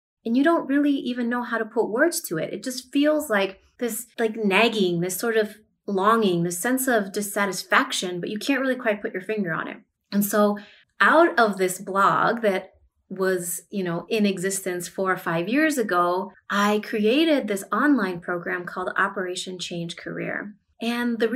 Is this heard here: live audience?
no